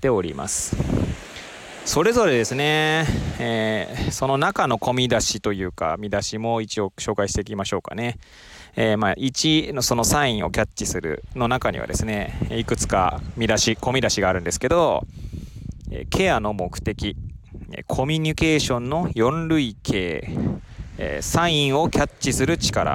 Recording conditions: outdoors